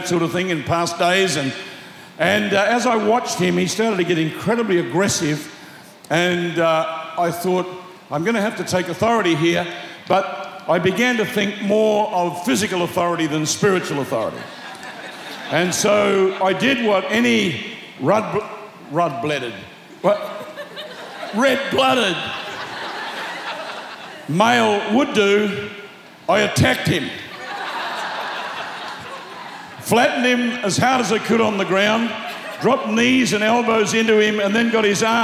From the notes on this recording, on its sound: Preached Live At Planetshakers Melbourne.